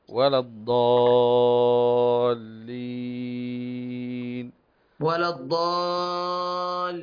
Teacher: لا تمد زيادة ياد، هو المد هنا الإشباع ست حركات